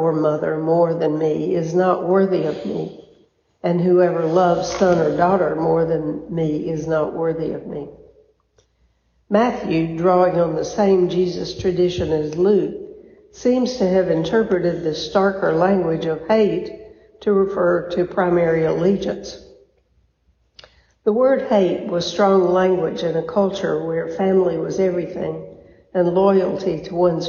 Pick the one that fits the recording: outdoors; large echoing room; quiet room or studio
large echoing room